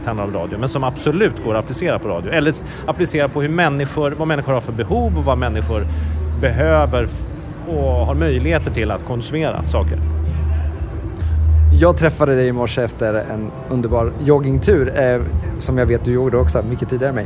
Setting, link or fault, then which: setting, outdoors